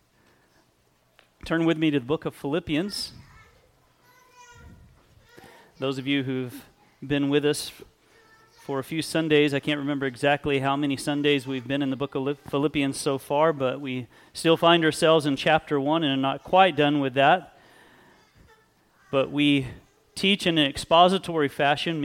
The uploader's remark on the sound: Sunday Service